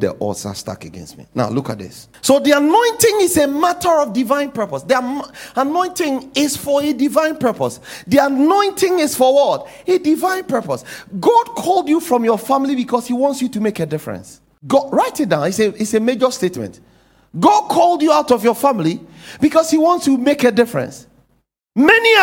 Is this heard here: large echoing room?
yes